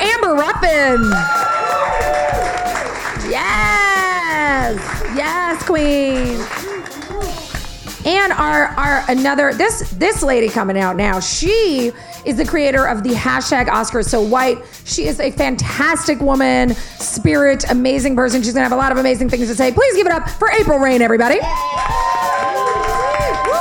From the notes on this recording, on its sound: Recorded live at #SXSW in Austin, Texas.